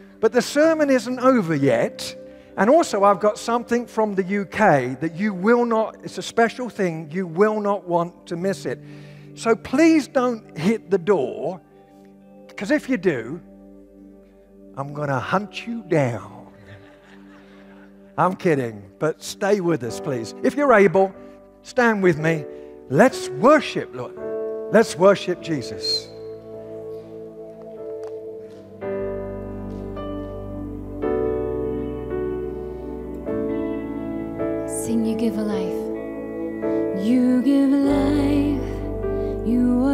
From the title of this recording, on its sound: at Timberline Church